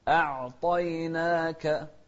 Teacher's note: والطاء مفخمة والنون بعدها ألف أيضا مرققة، والكاف نهمس فيها